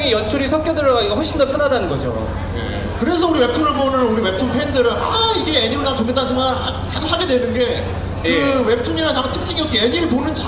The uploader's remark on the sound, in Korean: 부천만화축제 Live